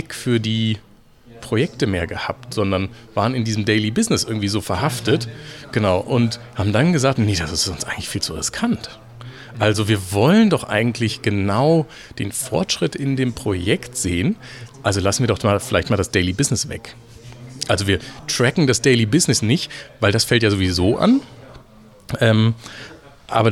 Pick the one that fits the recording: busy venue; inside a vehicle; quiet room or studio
busy venue